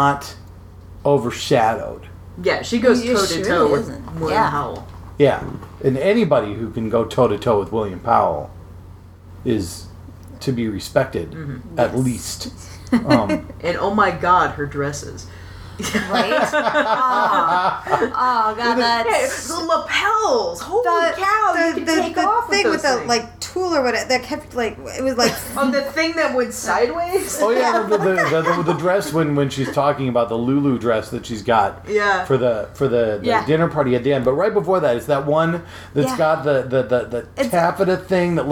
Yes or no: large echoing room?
no